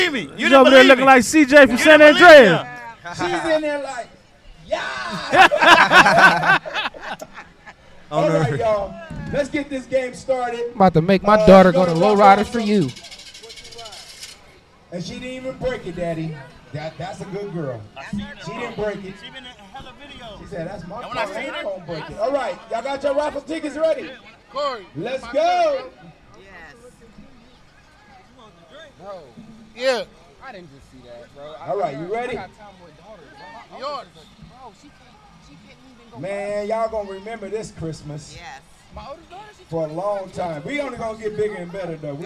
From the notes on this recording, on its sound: Live from the Home Depot parking lot in Compton. Feed The Hub With Love toy drive.